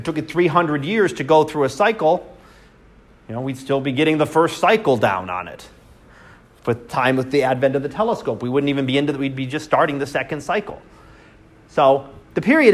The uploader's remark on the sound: Live Class Lecture